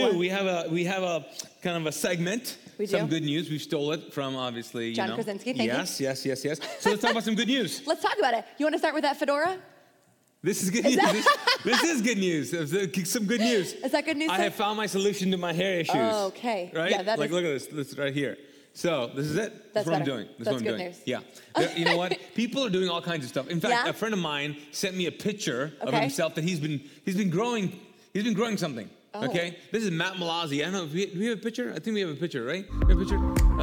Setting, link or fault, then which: setting, large echoing room